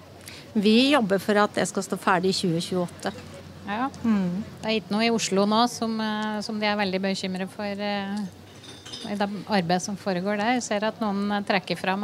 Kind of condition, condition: setting, busy venue